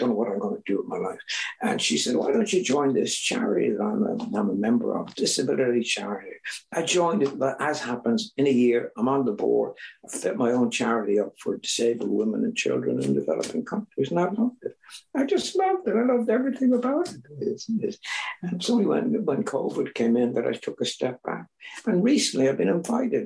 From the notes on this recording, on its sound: This was recorded at the Magical Mystery Tour Zoom Meeting in September of 2022.